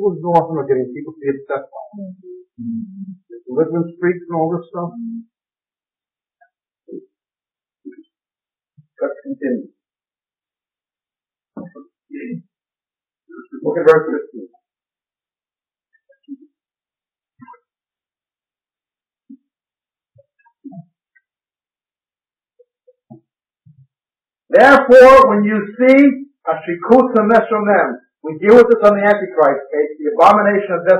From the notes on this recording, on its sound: This five-part series was recorded at a conference sometime between 1996 and 2002. We apologize for the audio quality on this recording. It does get better as you go further in.